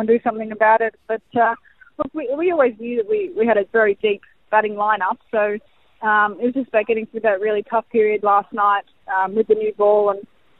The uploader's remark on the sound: live from Day 3 of the D/N Test in the Commonwealth Bank Women's Ashes